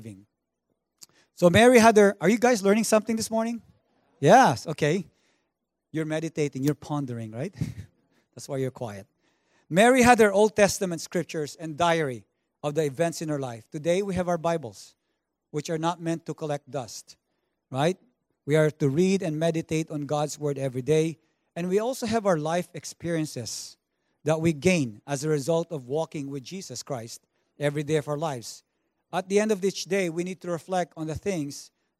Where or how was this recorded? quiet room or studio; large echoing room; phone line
large echoing room